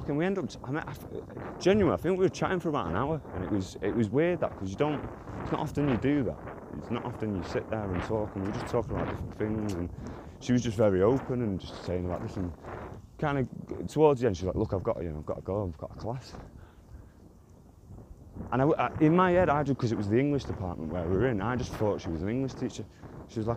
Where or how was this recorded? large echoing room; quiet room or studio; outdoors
outdoors